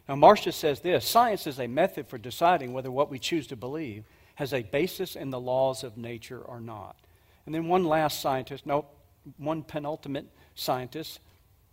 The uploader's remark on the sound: 2023 Apologetics Conference. At the 2023 Evidence and Answers conference.